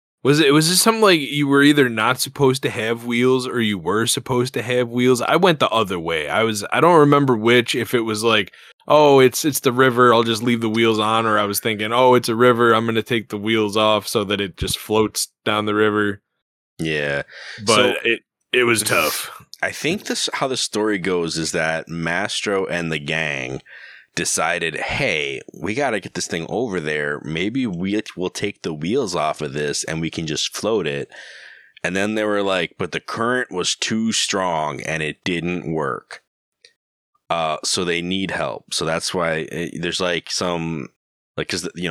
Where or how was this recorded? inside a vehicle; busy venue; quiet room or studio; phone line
quiet room or studio